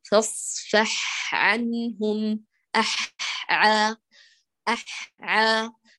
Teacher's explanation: نتأنى على الحاء قليلاً نأتي برخاوتها، وبعد ذلك يؤتى بالعين